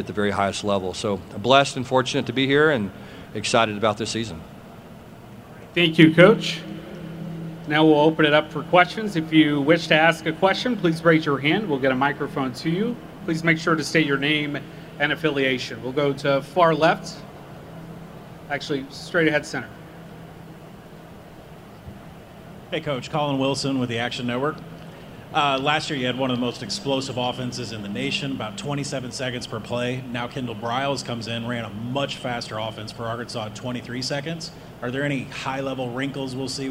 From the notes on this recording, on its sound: press conference at Big 12 Football Media Days